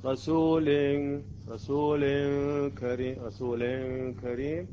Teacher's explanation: لاحظوا الغنة الصوت الذي يخرج من الخشوم، رسول أنا الآن أسد هذا مجرى الخشوم، رسول رسول كريم، لكن إذا أريد أن الإخفاء يكون غير جيد وبدون غنة يسمى الإخفاء المفتوح، يعني اللسان يكون بعيد عن مخرج النون